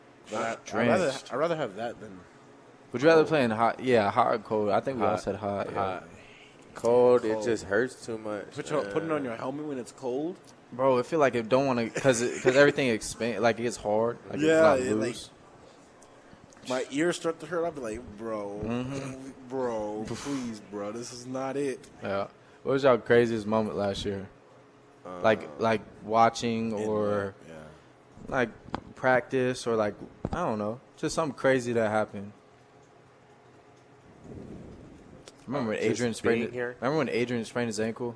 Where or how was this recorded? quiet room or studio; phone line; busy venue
busy venue